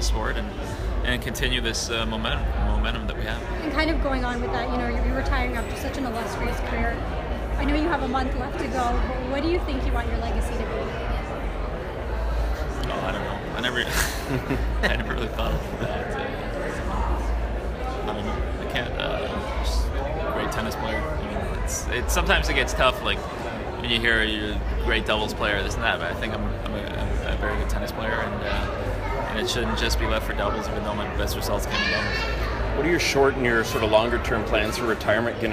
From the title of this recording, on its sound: Media Scrum Interview